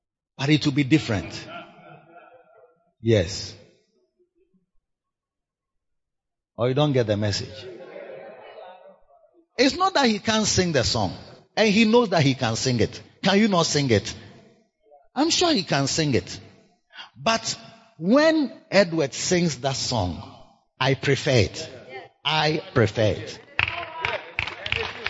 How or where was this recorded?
live audience